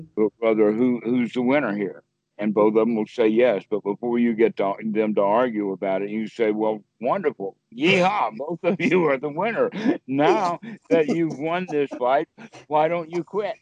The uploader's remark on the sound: skype calls on this channel